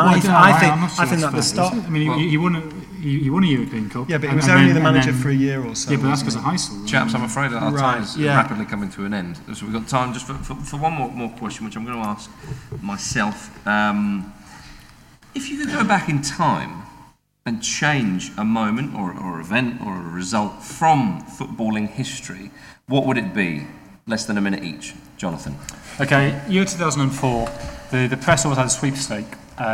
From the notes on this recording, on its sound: Recorded live at the National Football Museum as part of the Manchester Football Writing Festival, on the evening of 1st September. As ever with our live events we do the best we can with the sound quality at our disposal, what with roving mikes, the odd bit of feedback, guaranteed big laughs.